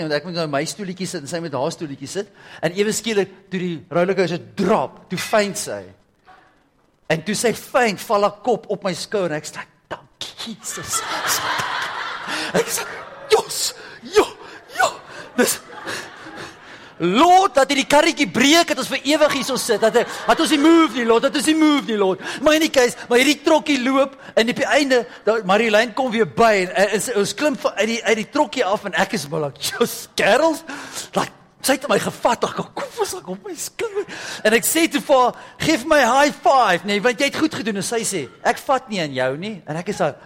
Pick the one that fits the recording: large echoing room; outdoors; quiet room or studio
large echoing room